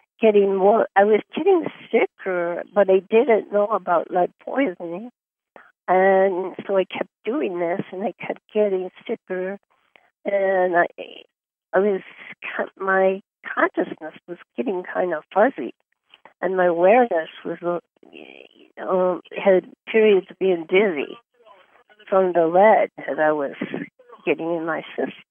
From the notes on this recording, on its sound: Conference Call LIVE